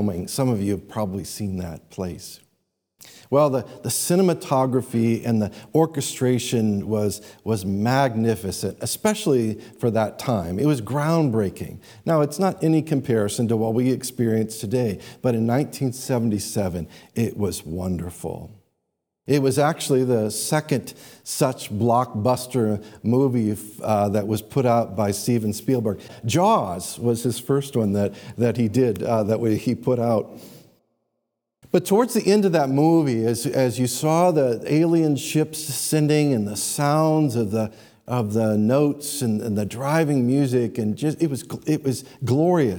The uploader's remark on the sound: These sermons are taken live from our Sunday morning church services.